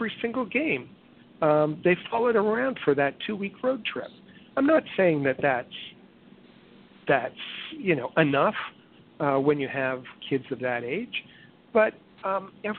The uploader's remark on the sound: we take your phone calls